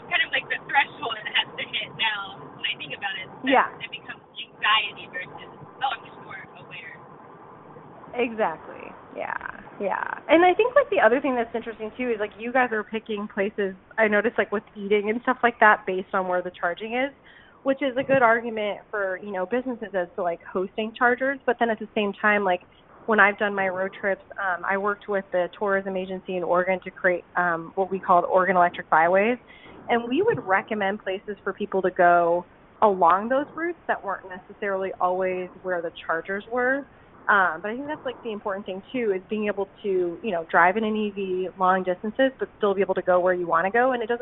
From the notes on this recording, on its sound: While they were putting the car through its paces, they hopped on the phone